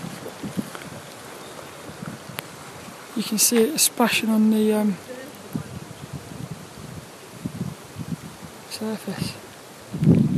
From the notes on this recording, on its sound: This 'About The Tings' brain dump episode was a Walk and Talk around the local Graveyard, and Central Park in Plymouth.